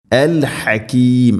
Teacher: ഹ തൊണ്ടയുടെ മധ്യഭാഗമാണ്, അതിൻ്റെ മഖ്റജ് കൃത്യമായിട്ട് ഉച്ചരിക്കണം